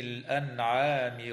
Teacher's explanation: تظهر النون الساكنة عند العين في كلمة الأنعام